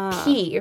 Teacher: in English we have, like, aspiration after it, so there's just a little bit of breathy air after a consonant